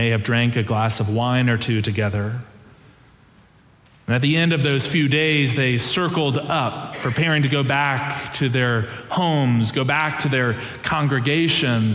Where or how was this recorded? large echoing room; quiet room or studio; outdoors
large echoing room